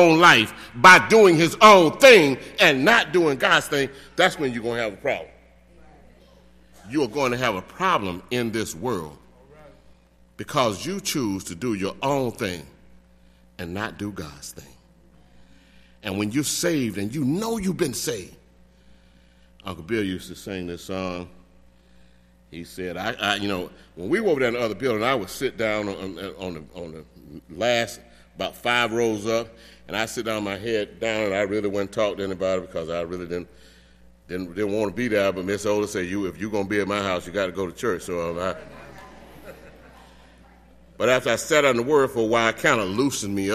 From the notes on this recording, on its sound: delivered the sermon for our 148th Church Anniversary service on May 27, 2018.